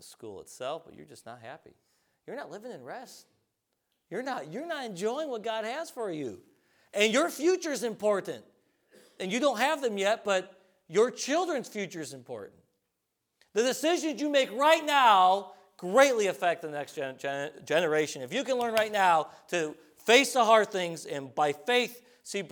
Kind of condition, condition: setting, large echoing room